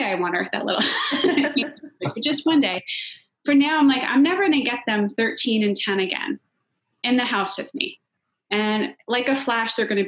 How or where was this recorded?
video call